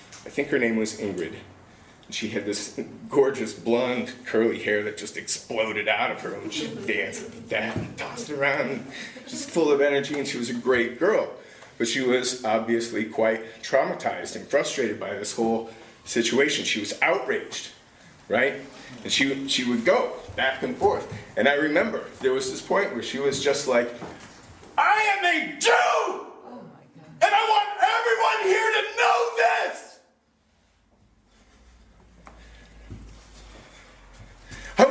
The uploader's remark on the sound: Live at Story Salon